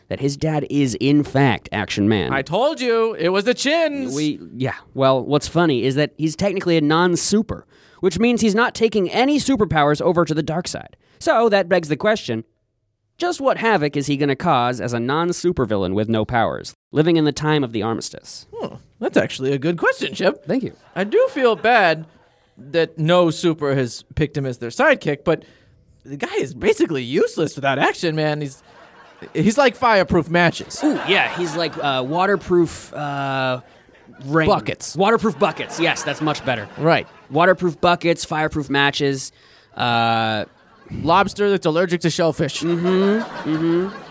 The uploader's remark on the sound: Recorded at Improv Asylum in Boston Massachusetts.